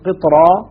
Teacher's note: قطرة تبقى الراء مفخمة ولا ترقق بسبب الطاء